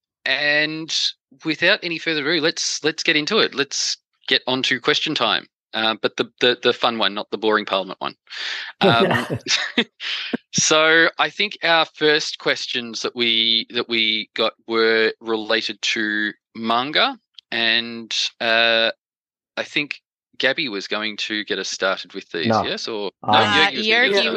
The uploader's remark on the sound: This is a recording of the webinar held November 16 2023.